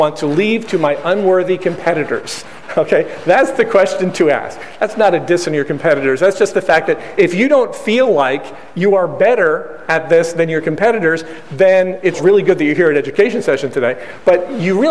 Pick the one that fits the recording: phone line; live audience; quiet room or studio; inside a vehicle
live audience